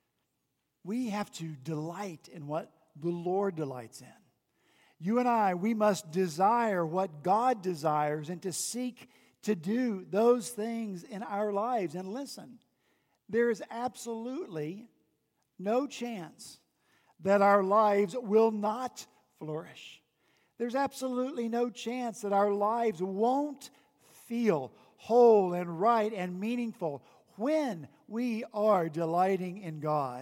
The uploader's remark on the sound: At Redeemer Presbyterian Church in Charleston, SC